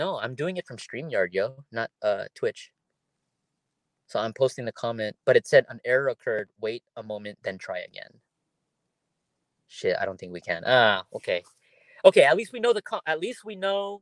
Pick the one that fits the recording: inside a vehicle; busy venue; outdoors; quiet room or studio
inside a vehicle